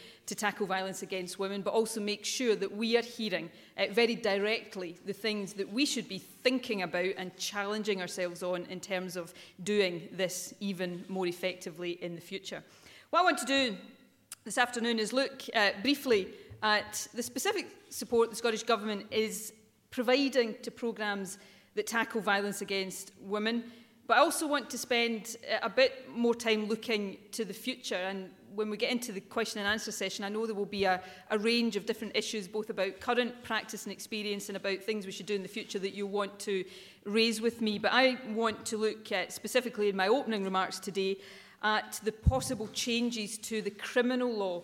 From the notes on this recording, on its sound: First Minister speech at the Scottish Women’s Aid conference, Edinburgh.